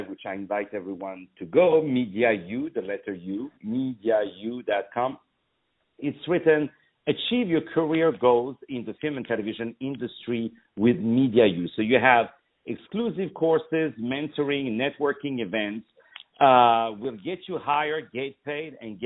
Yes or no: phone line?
yes